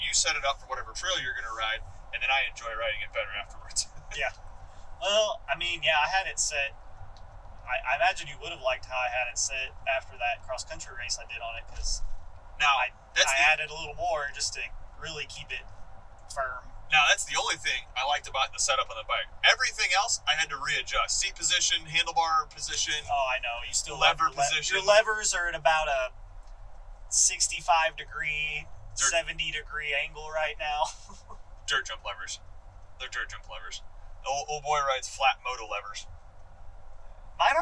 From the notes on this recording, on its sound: This is a random podcast we recorded on the drive to Shepherd Mtn.